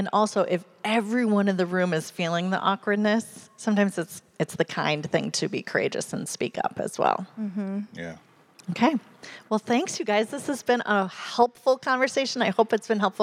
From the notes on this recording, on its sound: In this special live recording. In this recording from our live event.